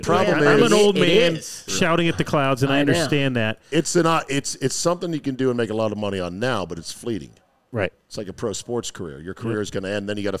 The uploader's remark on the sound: Live from the new Golfdom store in Rockville, MD